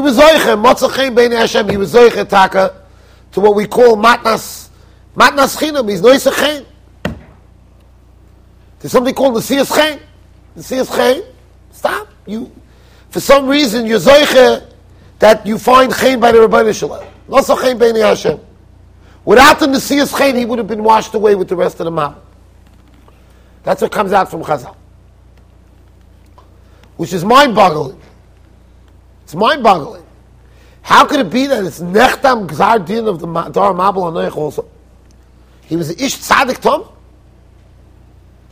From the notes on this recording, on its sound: Shiur recorded in Yeshivas Ohr Reuven, Monsey NY.